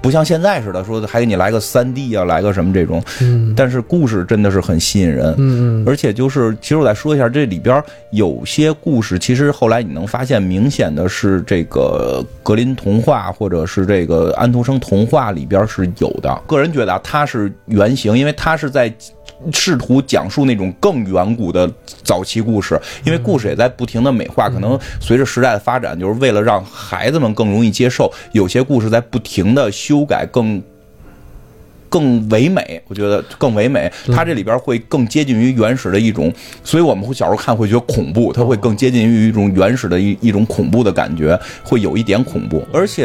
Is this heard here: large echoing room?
no